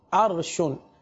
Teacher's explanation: را ساکن سے پہلے زبر ہے، لہذا را کو پور پڑھیں گے